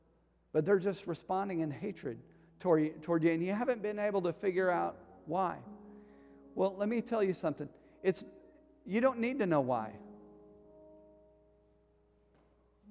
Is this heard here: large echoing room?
yes